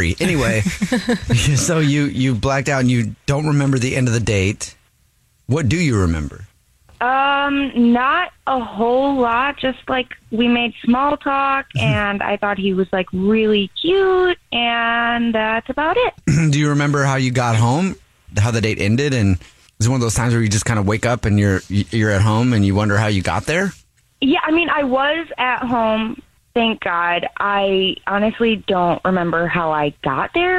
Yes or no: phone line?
yes